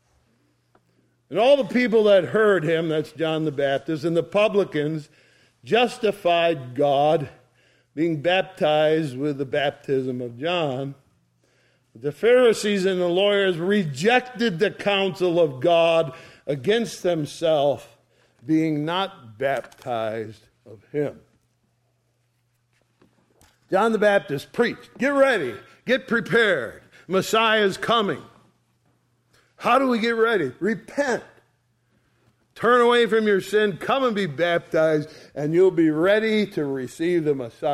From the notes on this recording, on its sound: Sunday Morning Service recorded on 02/26/2023.